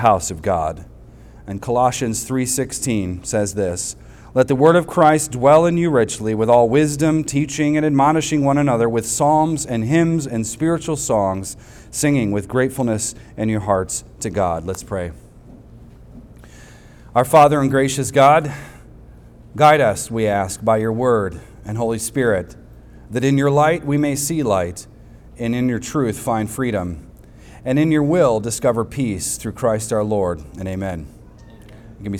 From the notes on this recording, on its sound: recorded on Sunday, July 2nd, 2023, at the weekly worship gathering of Cross & Crown Church